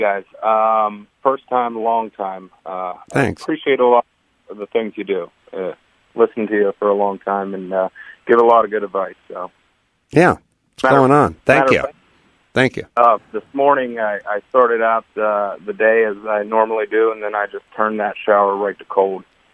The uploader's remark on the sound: head straight to the phones this episode and speak to a variety of callers